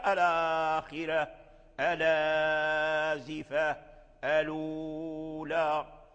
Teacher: وهي أن كل همزتين بعد وقعت بعد لام المعرفة، يعني ال، وجاء بعد حرف مدين، فحرف مدين فيه التوسط، وإن نقل ورش حركة الهمزة وحذفها من الآخرة والآزفة، لأن الآخرة أصل الآخرة، الآزفة أصل الآزفة، الأولى أصل الأولى، فورش حذف الهمزة ونقل حركتها إلى اللام الساكن، نقل حركتها إلى اللام الساكن، ولكن بقي التوسط، التوسط سببه الهمز، والهمز محذوف، وإن حذف يعني ما زال أثره، وما زال يعني المد التوسط في الأولى والآخرة.